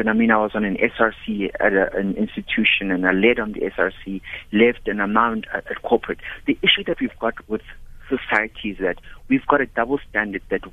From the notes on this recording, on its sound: Guest (phone)